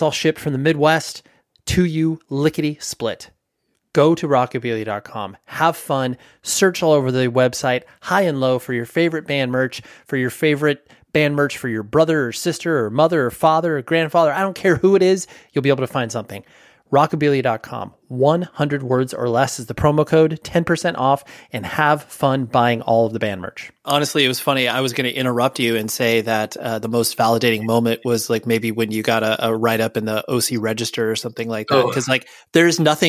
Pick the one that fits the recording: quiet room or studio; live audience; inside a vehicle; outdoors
quiet room or studio